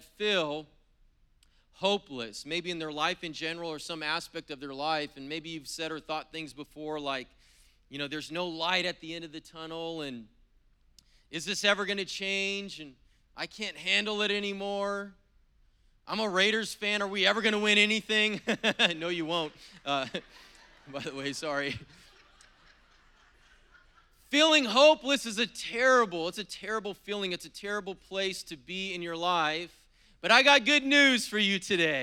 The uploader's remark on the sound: was preached on April 17th at the 10AM service